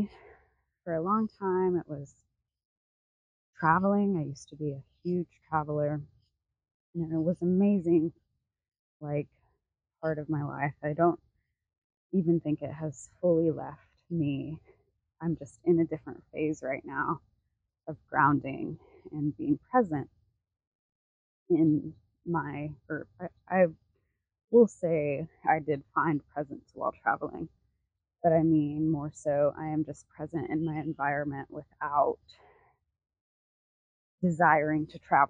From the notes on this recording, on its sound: Voice Memo. I popped a mic on and took a walk and just chatted what came to mind.